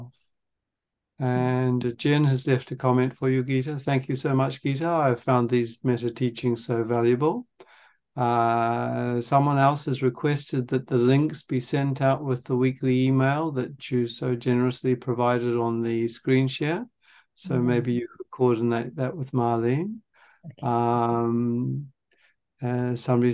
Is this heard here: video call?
yes